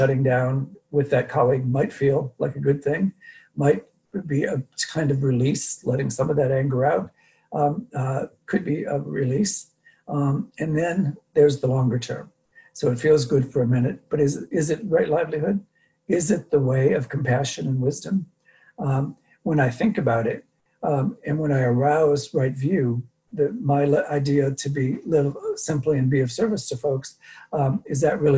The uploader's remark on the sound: Dharma talk via Zoom.